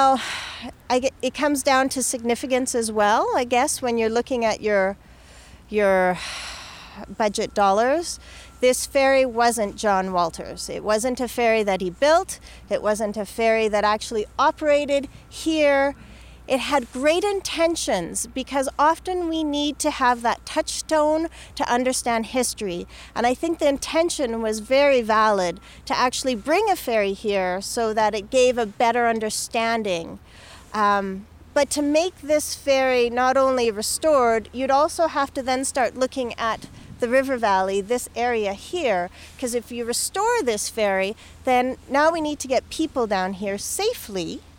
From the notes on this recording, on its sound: We take a live history walk into the river valley to examine the debris he found.